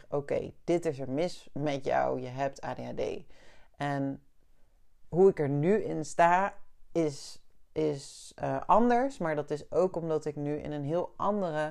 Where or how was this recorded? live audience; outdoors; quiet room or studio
quiet room or studio